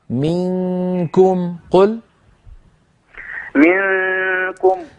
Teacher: نون ساكنة بعدها كاف لابد من الإخفاء